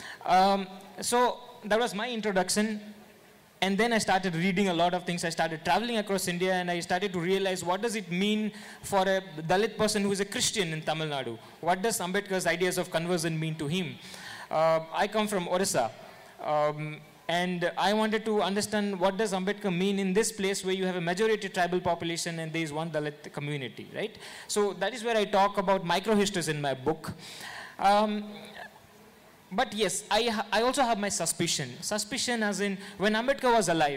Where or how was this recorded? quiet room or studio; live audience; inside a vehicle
live audience